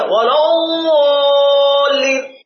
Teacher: قال اقرأ من الحافتين هكذا ولا الضالين، هو لم يضرب طرف اللسان في الأسنان، لا ليست هي الضاء، إنما هي قريبة منها بالسمع، كأني قرأت الضاء ولكن لم أقرأ. · لكن بعض بقى المشايخ وكذا يريد أن يتفنن فيقرأها ولا الضالين، خطأ، ليست الضاء إنما هي ضاد خرجت من الحافتين، حافتي اللسان، فيها صعوبة لكن يتساهل العلماء فيها في قراءته.